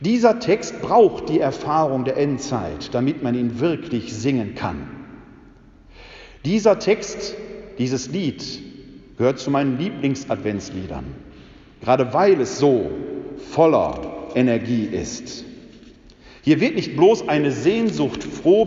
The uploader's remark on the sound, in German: In der Citykirche Elberfeld (Alte reformierte Kirche). Anlässlich des ökumenischen Gottesdienstes zur Eröffnung des Kirchenjahres.